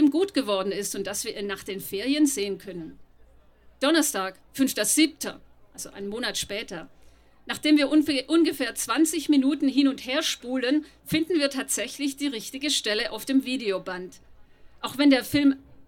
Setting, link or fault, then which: setting, live audience